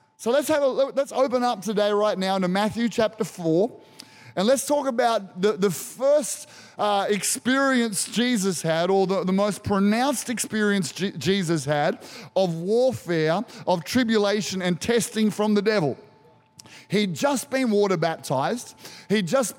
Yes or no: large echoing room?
yes